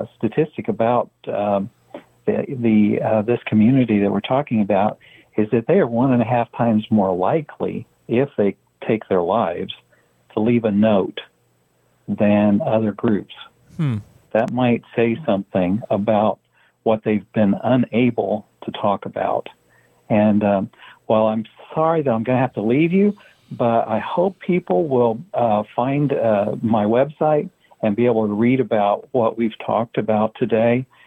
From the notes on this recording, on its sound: In the 3rd hour we have a call in guest